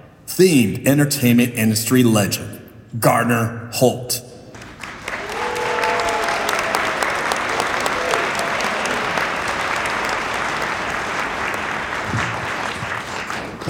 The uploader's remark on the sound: This episode contains excerpts from a panel recording from the inaugural Season’s Screamings event in Pasadena. Live on stage.